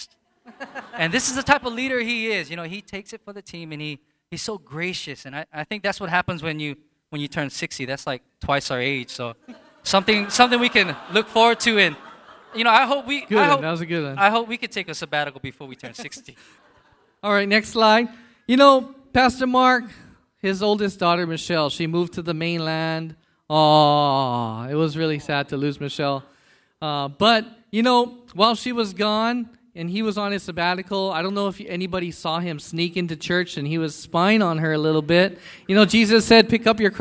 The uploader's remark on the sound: Annual Vision Service recorded at the Hyatt Regency Waikiki on November 5, 2017.